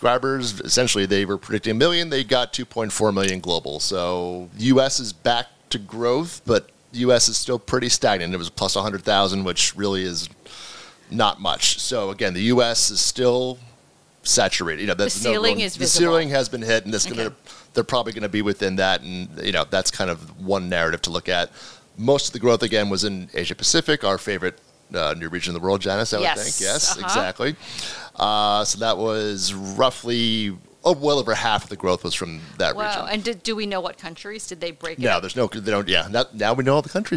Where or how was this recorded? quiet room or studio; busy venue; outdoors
busy venue